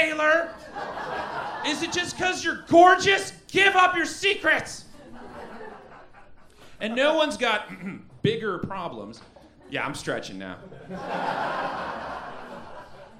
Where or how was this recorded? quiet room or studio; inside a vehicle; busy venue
busy venue